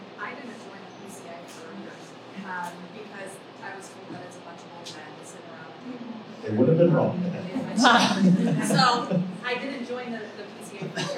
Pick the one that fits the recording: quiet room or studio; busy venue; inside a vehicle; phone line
busy venue